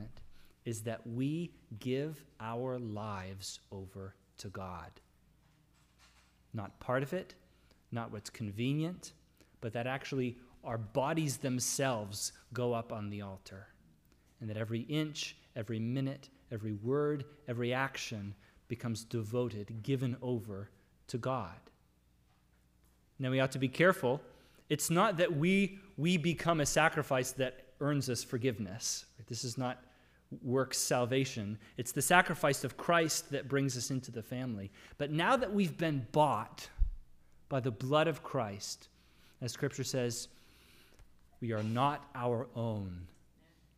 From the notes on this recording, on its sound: Sermon audio from the LBC worship service